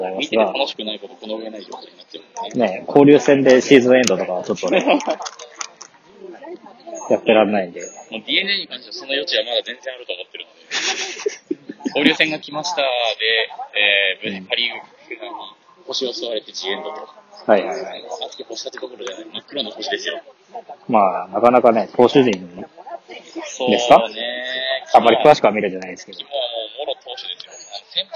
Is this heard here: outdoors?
yes